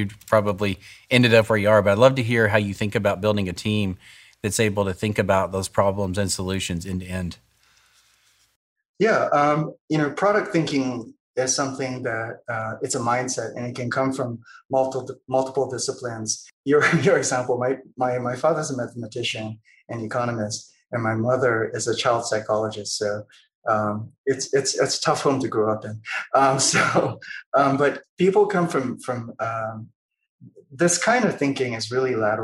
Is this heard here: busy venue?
no